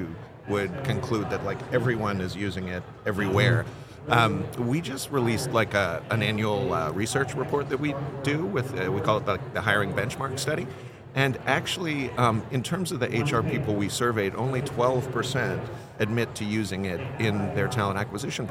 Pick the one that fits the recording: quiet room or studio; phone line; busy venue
busy venue